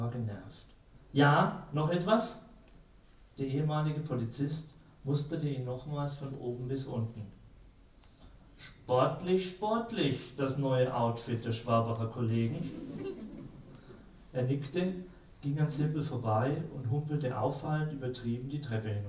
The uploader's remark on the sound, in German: Ein Live-Mitschnitt der Buchpräsentation. Wir freuen uns, dass wir Ihnen erstmals von einer Buch-Premiere einen Hörbeitrag weiterreichen können.